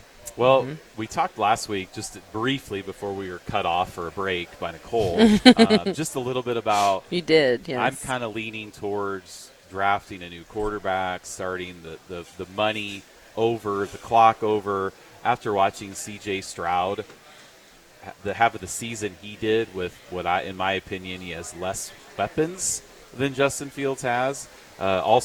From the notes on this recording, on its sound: LIVE from the Home & Garden Show.